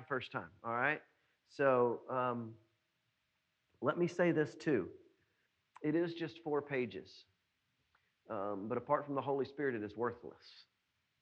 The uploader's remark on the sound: was preached at NBC on Main on July 12, 2020.